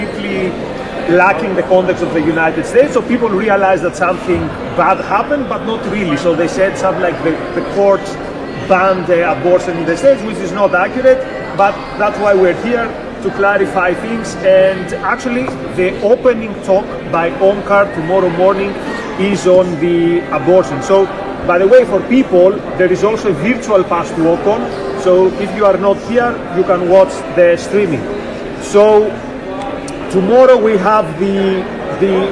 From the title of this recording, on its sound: Live From OCON 2022